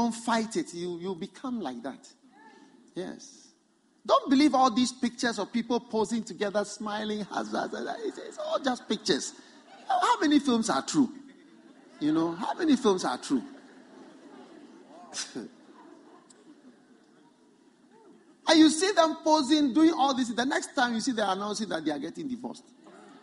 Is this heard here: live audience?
yes